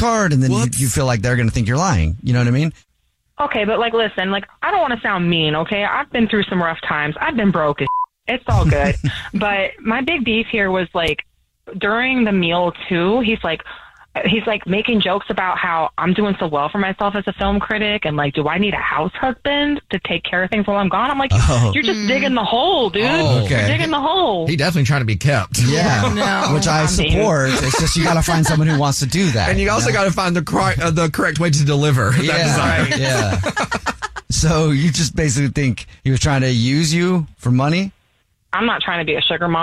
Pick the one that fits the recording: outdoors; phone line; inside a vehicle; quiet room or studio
phone line